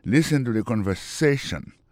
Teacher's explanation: Mot conversation, accent tombé sur avant-dernier syllabe là